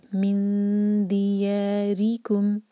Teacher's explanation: من دیا، یا مد طبعی، دو حرکہ، من دیاری، رو کے نیچے کسرہ تو رو باریک ہونا چاہیے، اور پھر کم، من دیاریکم.